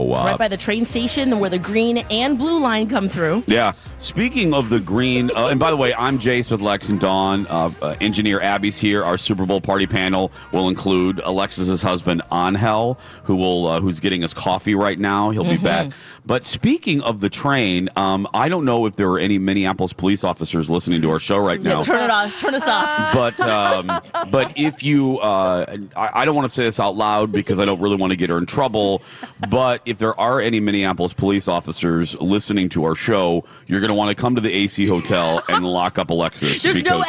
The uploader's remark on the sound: broadcast live from the AC Hotel for the Superbowl